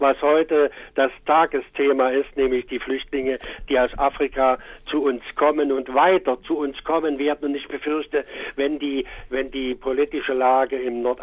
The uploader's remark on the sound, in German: In einem Telefoninterview.